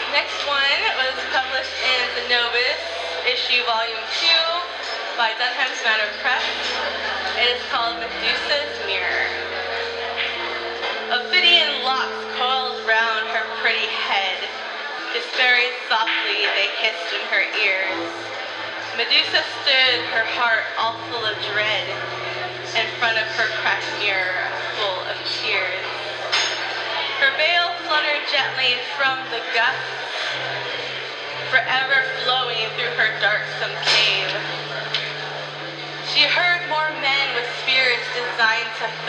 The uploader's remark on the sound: At Sam's Billiards in Portland, Oregon, USA.